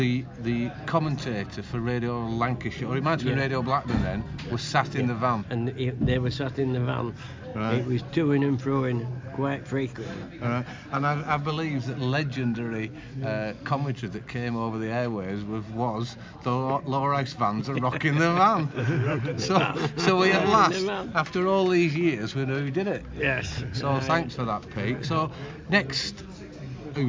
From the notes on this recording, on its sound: records a special podcast at half time versus Littleborough with many a supporter